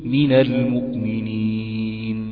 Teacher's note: عملت فيها صفة الغنة اللي احنا خدناها اللي موجودة اصلا في جسم النون في مركب النون. غنة بسيطة جدا مش متكلفة مش بارزة